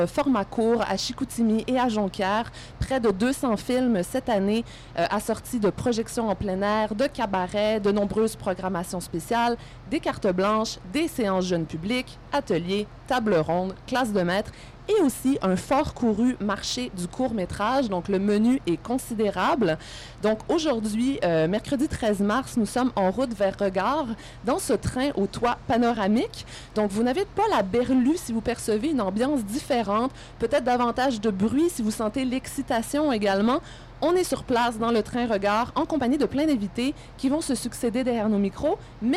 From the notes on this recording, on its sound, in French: Épisode enregistré dans le train qui mène les invités, de Montréal à Saguenay, de REGARD à la 23e édition.